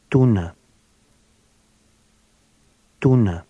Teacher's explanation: The Romanian T sounds like a cross between the English letters T and D.